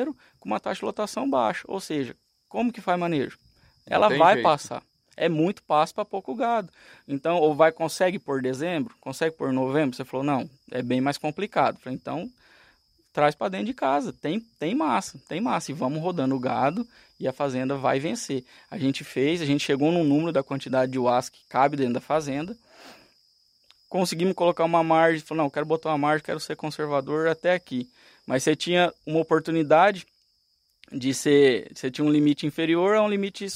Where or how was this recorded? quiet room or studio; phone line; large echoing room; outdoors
outdoors